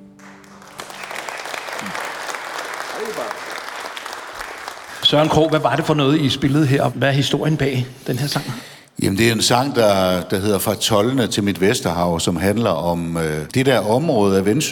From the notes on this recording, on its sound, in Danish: Live fra Maskinhallen i Frederikshavn